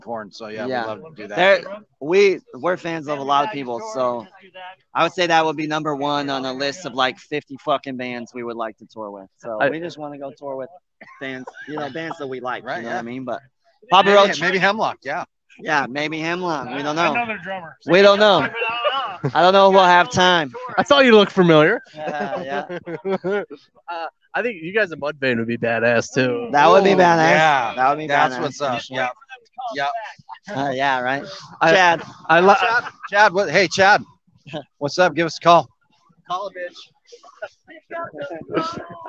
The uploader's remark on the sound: This interview was filmed live on location at Michigan Metal Fest in Battle Creek, Michigan on August 13th, 2022. Special thanks to Michigan Metal Fest for allowing us to film this episode and for being so accommodating while at the festival.